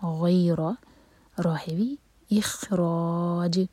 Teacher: حولی غیر، یہاں بھی مدلین ہے، غیر راہوی. اخراج، یہاں رکیں گے تو جیم پر قلقلہ ہوگا، را چار حرکہ لمبا، مد عرض لے سکون ہے